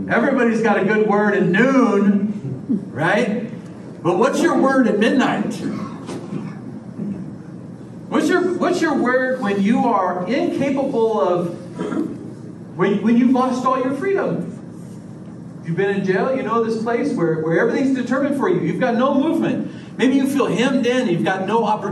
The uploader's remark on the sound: This is a sermon I preached at the Union Gospel Mission Men's Shelter on April 11th, 2023.